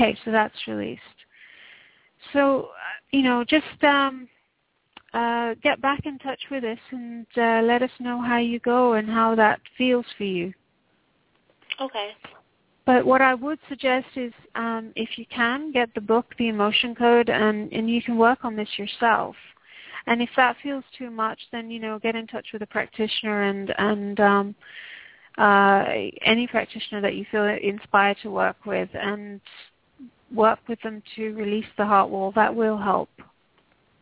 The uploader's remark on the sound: Takes your calls for healing live today!